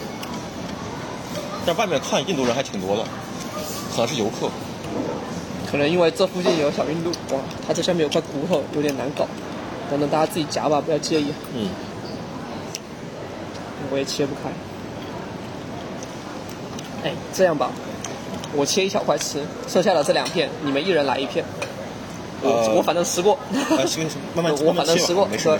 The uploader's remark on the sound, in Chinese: 随性地在新加坡路边漫谈。于是三人一同在当地一家娘惹菜餐厅以闲聊为主题，匆忙录制了本期番外篇节目。